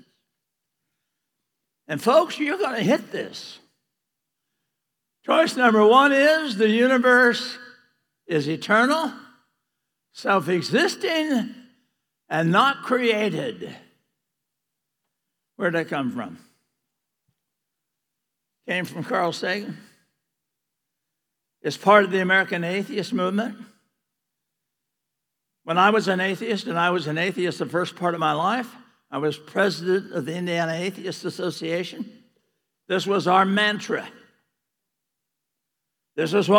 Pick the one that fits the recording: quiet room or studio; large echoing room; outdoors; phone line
large echoing room